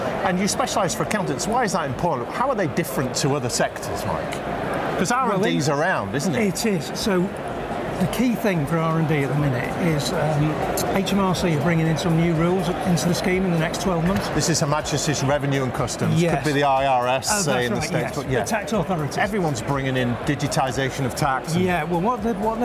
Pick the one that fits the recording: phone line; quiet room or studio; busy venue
busy venue